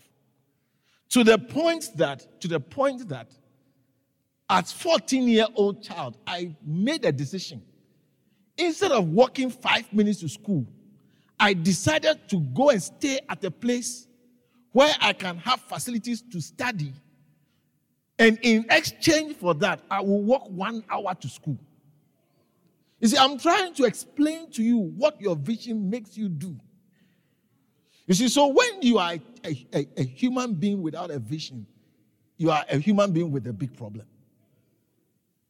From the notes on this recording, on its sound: preached at the Living Waters Cathedral